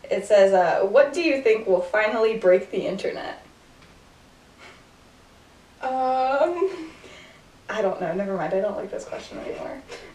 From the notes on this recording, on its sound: Bad audio. Whoops, the audio got worse.